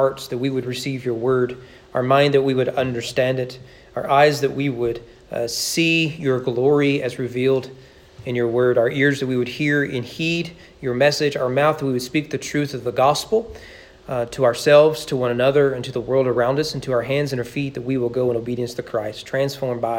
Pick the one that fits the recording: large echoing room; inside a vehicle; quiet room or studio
large echoing room